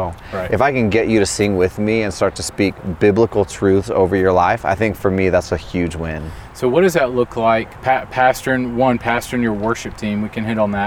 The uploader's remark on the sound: This is our second week of podcast episodes from SALT Conference 2021. You’ll hear interviews with folks who are here at SALT with us.